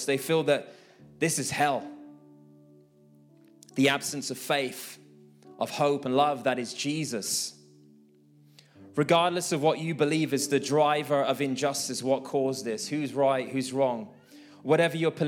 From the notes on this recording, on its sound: This message was recorded live at our Malmö Gathering on Sunday, October 22nd, 2023. C3 Church Malmö & Lund.